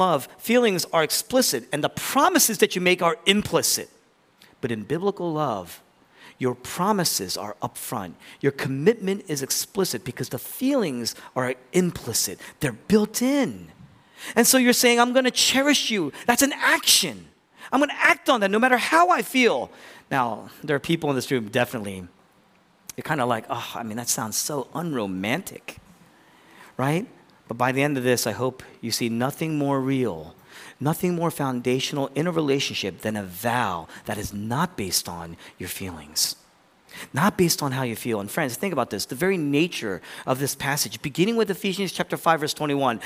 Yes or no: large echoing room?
yes